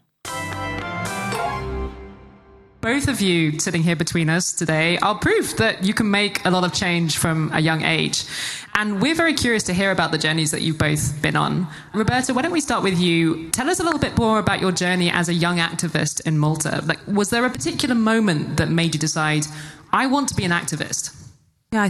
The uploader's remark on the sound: We took over the European Parliament (kind of) along with more than 1,000 young activists from across the continent. In a conversation recorded live on stage inside the Hemicycle.